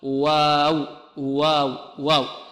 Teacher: الواو لا نفخمها ولا نميل فتحتها